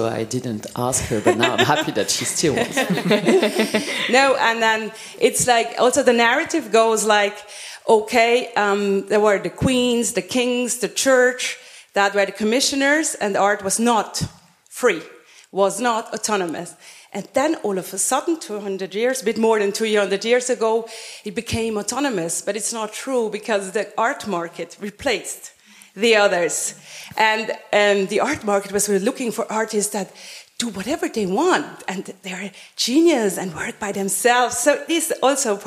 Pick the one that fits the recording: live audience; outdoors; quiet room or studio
live audience